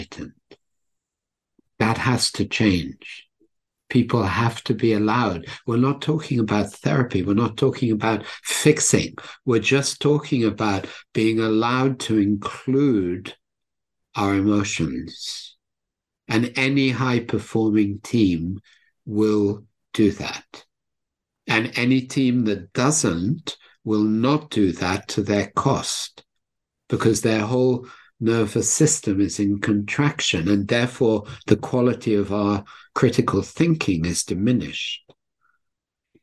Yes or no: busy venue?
no